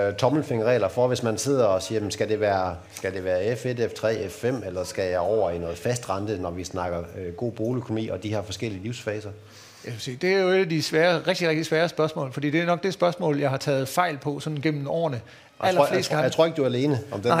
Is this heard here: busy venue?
yes